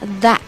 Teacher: 这个 that 大口的 a，然后 th 咬舌